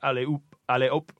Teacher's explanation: It comes from H-O-P, op. It sounds like op in French, because you don't pronounce the H.